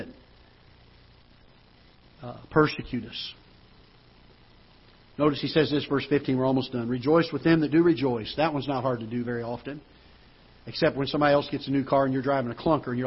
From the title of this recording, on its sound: Ketha Heights Baptist Church ~ Live Broadcast